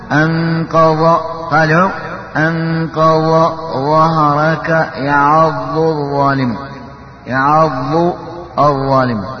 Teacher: فرق بينهما في المخرج والاستطالة بس، والصوت واحد والسمع واحد